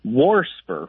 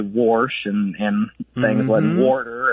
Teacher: warsper with an extra R thrown in there, kind of like, you know, I hear a lot of old folks say warsh and things like warder, and so I hear that extra R get added occasionally. · Term: R insertion